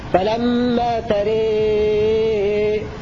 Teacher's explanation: فإن حمزة يميل الألف التي بعد الراء والألف التي بعد الهمزة مع تسهيل الهمزة